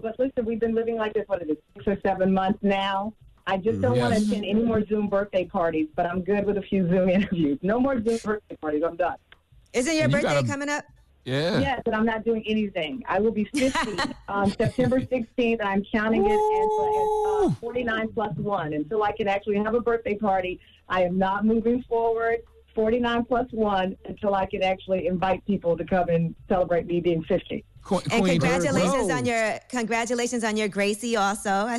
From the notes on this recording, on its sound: opened up the phone lines